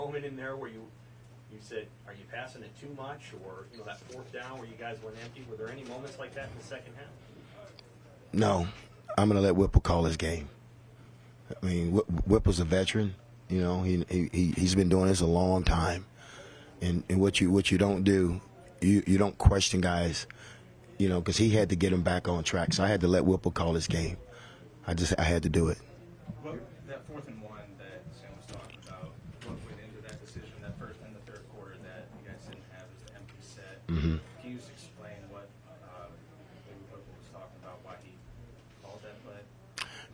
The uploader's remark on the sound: Postgame Press Conference.